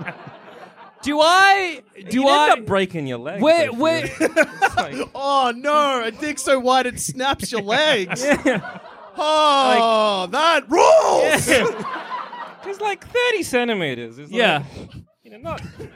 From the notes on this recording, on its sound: Recorded live at Comedy Republic 2022.